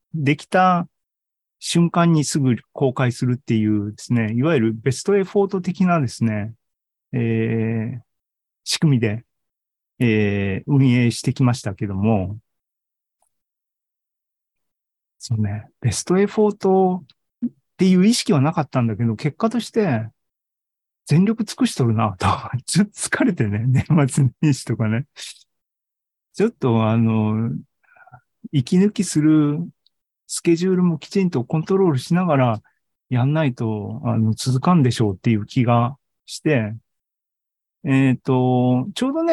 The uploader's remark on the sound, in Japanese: ２０２３年１月２５日に開催した ZOOMライブの模様です。